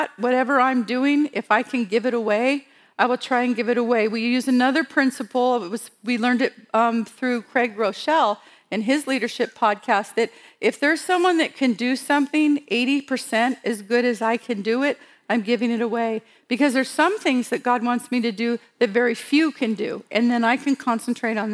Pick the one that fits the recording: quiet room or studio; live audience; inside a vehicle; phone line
live audience